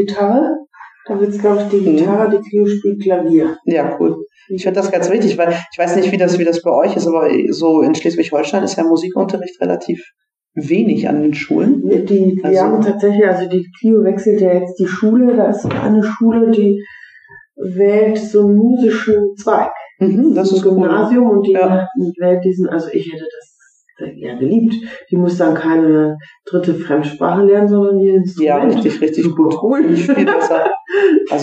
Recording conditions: poor sound quality